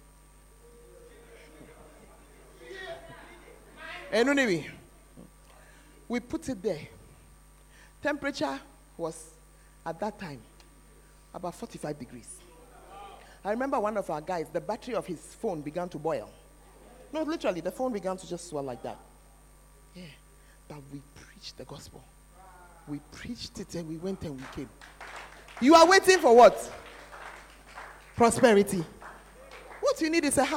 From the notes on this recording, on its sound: Preached at The Art Of Evangelism Conference